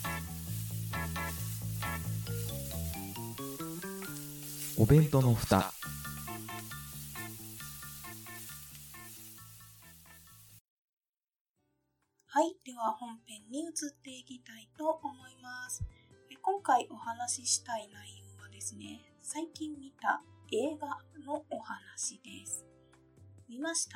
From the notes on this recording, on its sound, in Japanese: 今回は初めての試みで、夫が在宅時に録音してみました。お風呂場からお届けしているんですが、むちゃくちゃ呼吸の音拾ってしまっています。いつもと収録状況が違うため、音質が悪くなってしまいました。